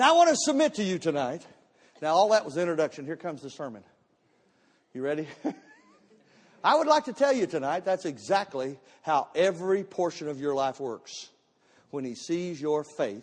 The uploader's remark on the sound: Missions Conference Service 01 - Audio